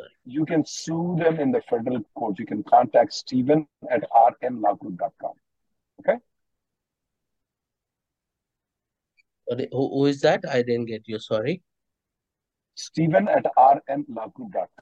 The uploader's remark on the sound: our daily free conference calls hosted by our attorneys